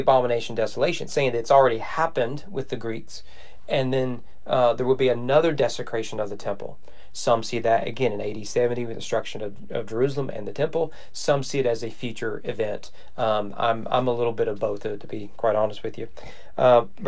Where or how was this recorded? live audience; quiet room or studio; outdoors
quiet room or studio